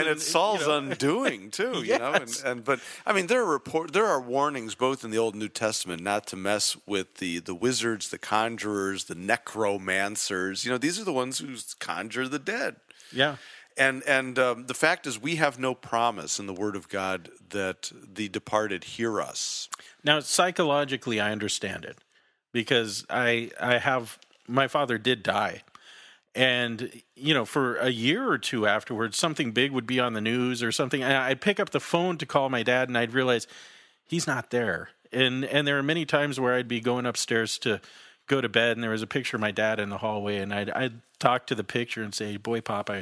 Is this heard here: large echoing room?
no